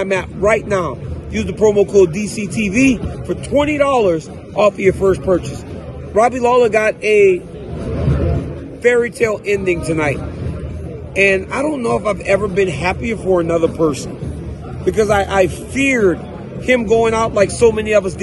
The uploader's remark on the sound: Live from the octagon. At UFC 290.